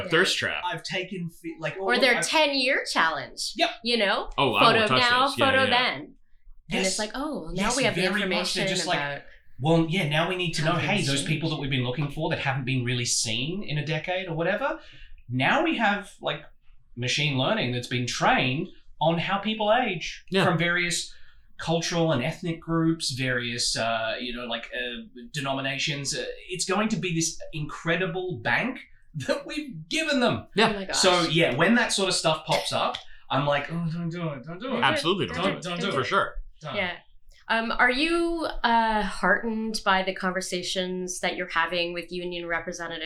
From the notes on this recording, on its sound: This episode was recorded with two mics instead of the necessary three, and thus, the sound quality is *fiiiiine*, but not perfect. We’ve found the wayward mic cord.